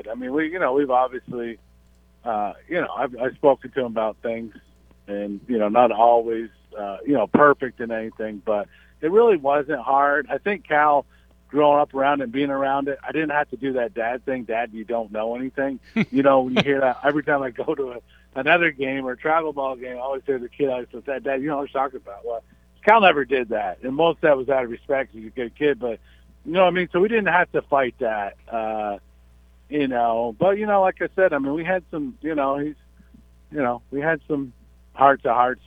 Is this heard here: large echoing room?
no